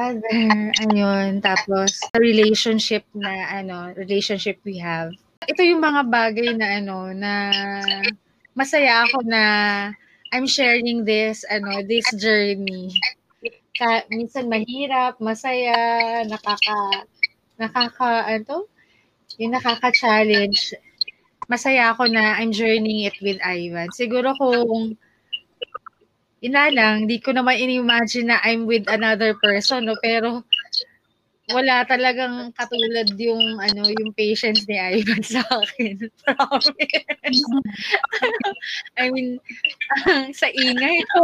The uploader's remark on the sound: Sorry for the audio,next time we'll do better.